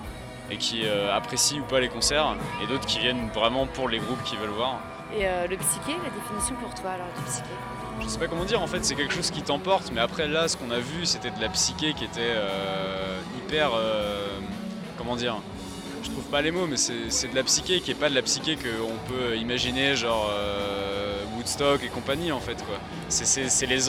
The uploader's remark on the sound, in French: FESTIVAL LEVITATION | RC ANGERS. Immersion dans le festival LEVITATION via des ambiances concerts et micro-trotttoirs. Radio Campus Angers.